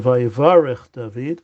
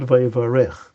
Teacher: because the meaning of the word was changed by the vav into past tense, we put the emphasis in the first initial syllables · Shown in: first take